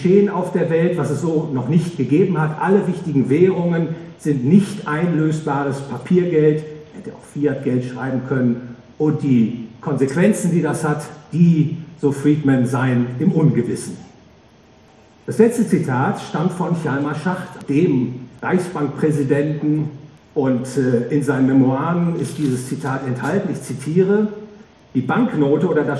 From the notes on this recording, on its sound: Gehalten auf der "World of Value". Frankfurt a.